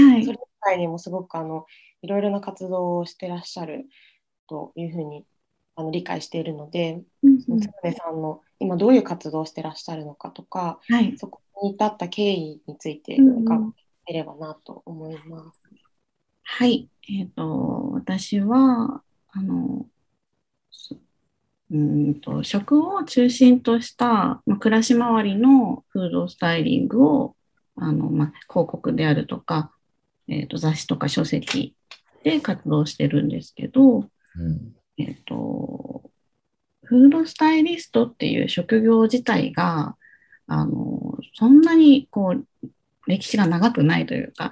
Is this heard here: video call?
yes